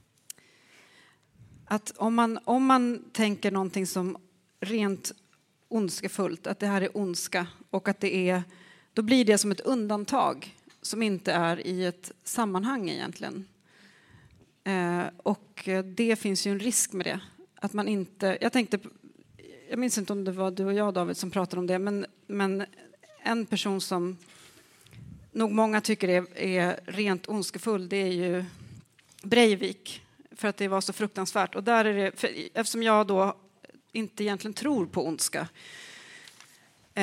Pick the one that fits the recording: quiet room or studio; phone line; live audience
live audience